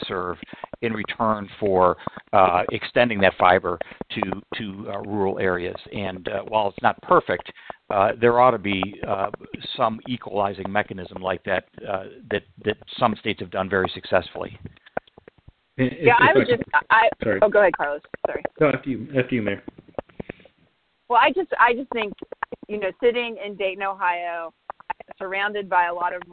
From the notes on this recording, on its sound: for a conference call to kick off the Solutions 2020 Infrastructure Working Group